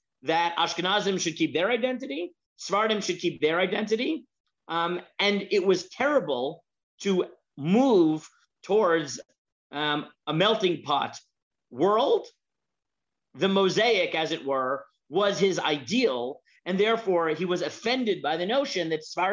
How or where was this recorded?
video call